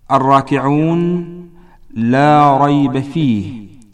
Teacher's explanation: مخرج الراء، ويكون ما بين رأس اللسان مع ظهر اللسان من طرف رأسه أو مما يلي رأس اللسان وما يحاذيهما من لثة الثنيتين العليين